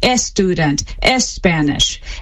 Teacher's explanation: they stick a vowel beforehand